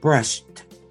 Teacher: it's a soft D like a T sound